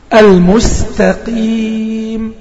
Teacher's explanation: لان القاف مكسوره، والقاف لما تكون مكسوره اقل مراتب التفخيم، يبقى هي المفترض ما تكونش مفخمه قوي.